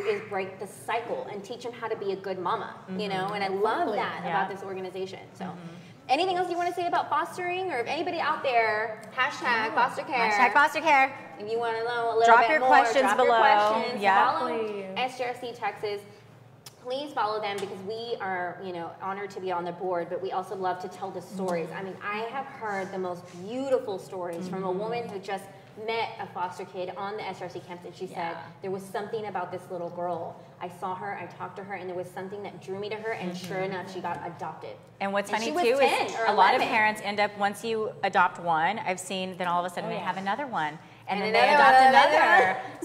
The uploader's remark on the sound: With our LIVE audience from Jokesters Pub N Grub.